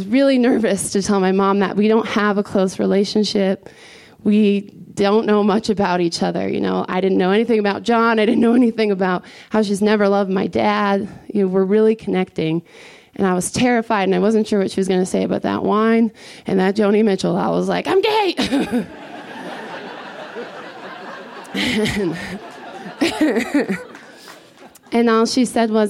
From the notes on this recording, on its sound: This story was recorded live at Buntport Theater.